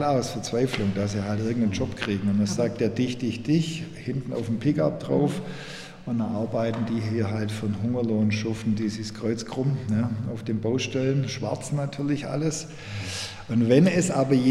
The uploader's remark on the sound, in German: Aufgenommen in einer Steinmühle/Thalames-Mani-Peloponnes, September 2020.